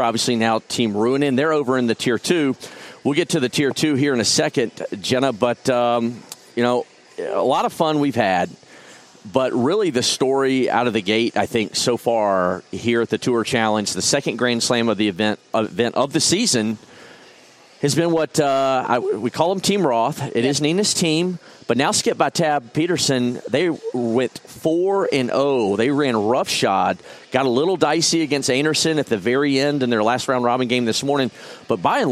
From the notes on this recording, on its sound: live from the Grand Slam of Curling's Tour Challenge in New Glasgow, Nova Scotia